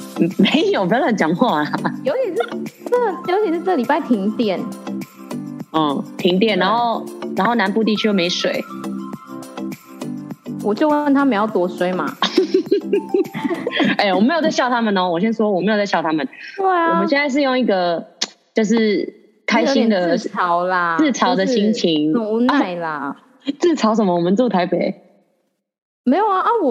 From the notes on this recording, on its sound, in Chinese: 因為疫情的關係無法見到彼此，所以在疫情緩和之前我們都會使用遠端錄音，音質可能沒有在錄音室（儲藏室XD）錄得這麼好。